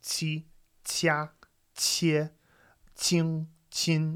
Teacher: the really aspirated Q sound as opposed to the J sound